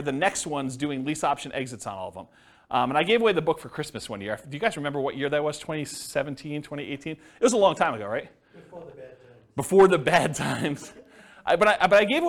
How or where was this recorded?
live audience